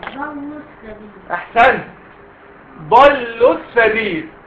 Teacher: الالف اتحذفت واللام اتحذفت